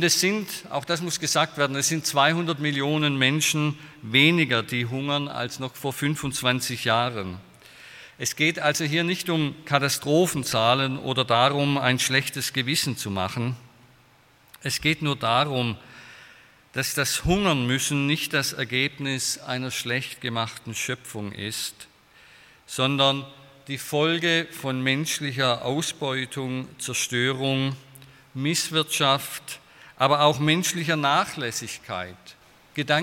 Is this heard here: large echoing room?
yes